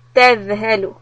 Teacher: تَذْهَلُ. For ذَل، hold the sound a little bit and keep the very tippy tip of the tongue under the front teeth. It should not protrude much.